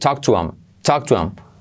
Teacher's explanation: Talk to them. Saltamos la TH.